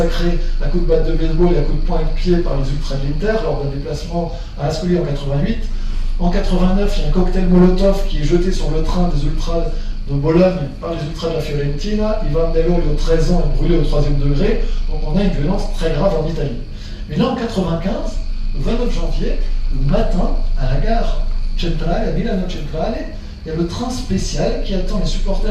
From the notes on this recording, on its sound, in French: Version audio de la conférence. Au Centre de la Vieille Charité, Marseille en octobre 2018.